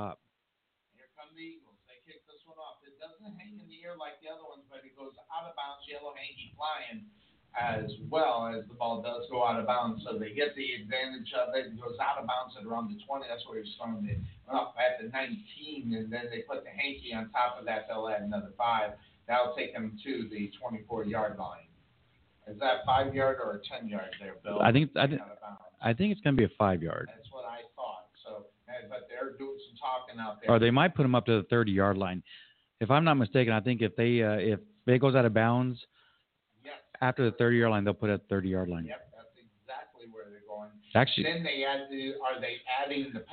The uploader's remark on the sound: Live Play-by-Play